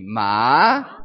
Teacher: you start at 70, you go down to 30, and then you go back up to 70